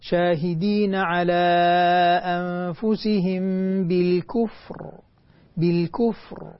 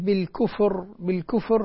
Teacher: إذا لم أتمكن من الفاء حتطلع عندي بالكفر، بالكفر كأنها فاء مضمومة، فننتبه لتسكين الفاء قبل أن نسكن الراء · Shown in: first take · Term: الفاء الساكنة